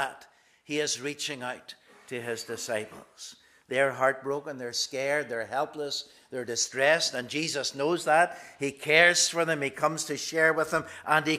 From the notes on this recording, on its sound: This is the recording of the Bible reading and sermon from our morning service on Sunday 19th March 2023. Minister of 1st Portglenone Presbyterian Church.